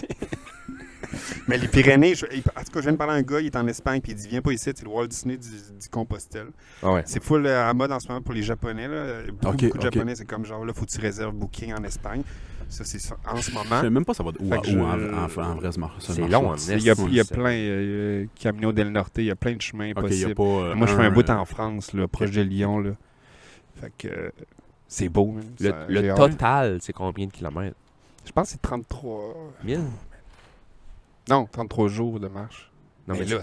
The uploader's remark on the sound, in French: il vente à tout défaire et on s'excuse pour la qualité du son